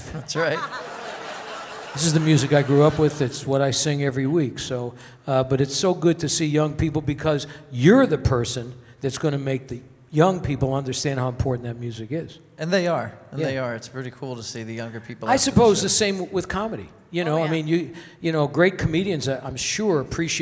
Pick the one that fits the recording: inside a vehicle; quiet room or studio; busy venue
busy venue